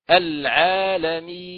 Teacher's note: إغلاق مخرج النون من طرف اللسان في مخرجه وإخراج الغنة من الخيشوم